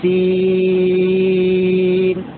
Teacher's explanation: أمال كذلك الياء في أول سورة ياسين هكذا بسم الله الرحمن الرحيم ياسين هكذا يميل حمزة والكسائي وشعبة · Term: الإمالة